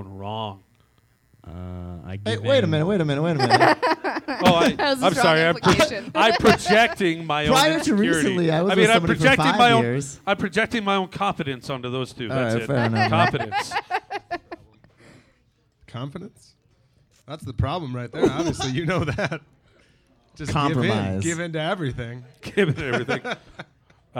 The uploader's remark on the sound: In this month's live episode. This live event features stand up.